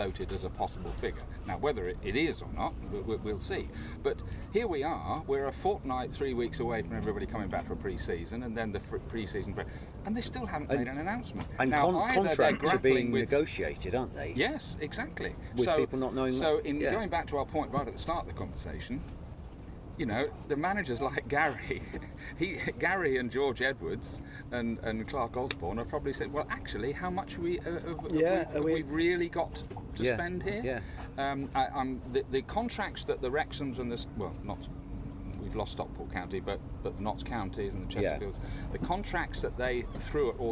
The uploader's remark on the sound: headed down to the beach to record the podcast